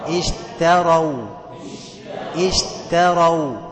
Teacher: راعي ان انت ترقق التاء، اشتروا عشان بعدها راء مفخمة